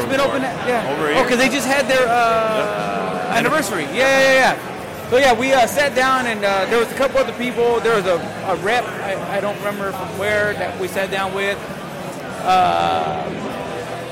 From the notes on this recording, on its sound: At Shady Oak Barrel House in Santa Rosa, CA for San Francisco Beer Week. Recorded at Shady Oak Barrel House in Santa Rosa, CA in February, 2019.